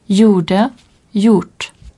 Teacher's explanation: Le G est muet dans le groupe GJ.